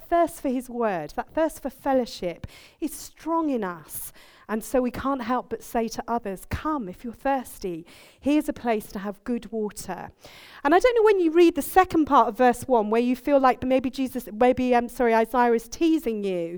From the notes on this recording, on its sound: Recorded on 10th January 2016 at our Moseley gathering.